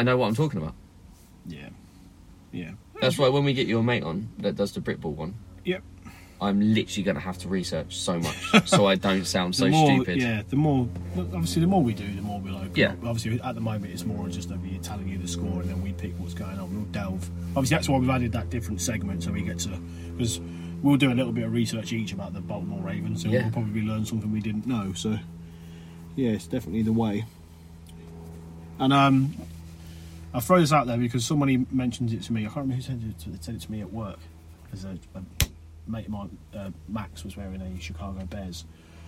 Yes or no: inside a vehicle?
yes